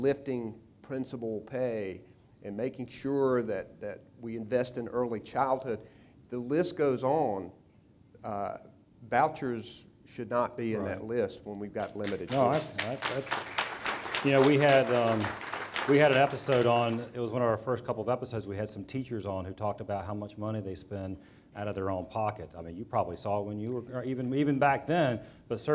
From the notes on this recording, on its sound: The interview was taped before a live audiences at the 3rd Annual Eggs & Issues Breakfast hosted by the Public School Forum of North Carolina.